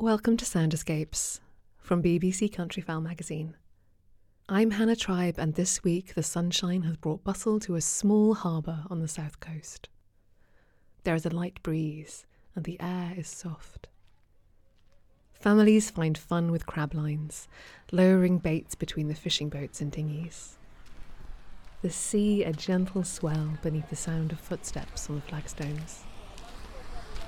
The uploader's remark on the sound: Take a wander around a bustling harbourside. Families find fun with crab-lines, lowering baits between the fishing boats and dinghies. The sea a gentle swell beneath the sound of footsteps on the flagstones.